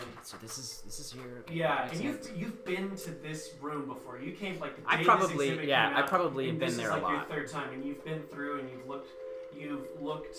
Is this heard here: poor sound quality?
yes